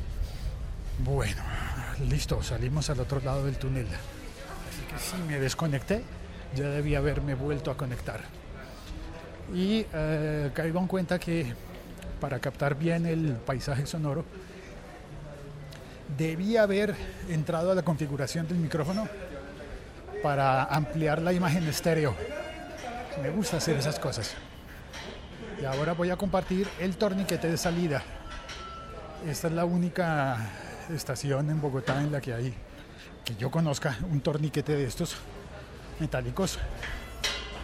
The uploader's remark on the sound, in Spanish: Este episodio se ha emitido en directo desde dentro de un autobús de Transmilenio entre la estación de Universidad Nacional y la estación Universidades. Este episodio se ha emitido en directo desde dentro de un autobús de Transmilenio entre la estación de Universidad Nacional y la estación Universidades.